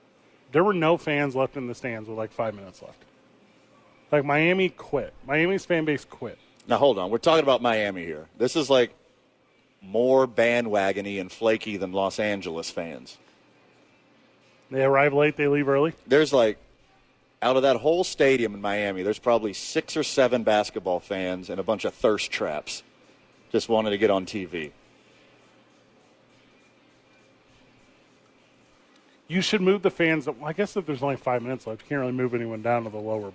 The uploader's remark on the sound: live from Red Door Brewery downtown